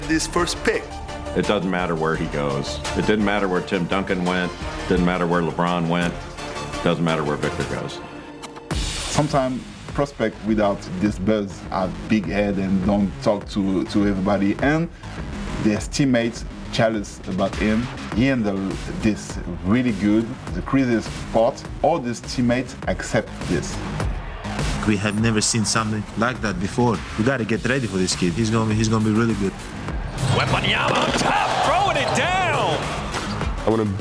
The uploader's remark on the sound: Live from the NBA Draft Lottery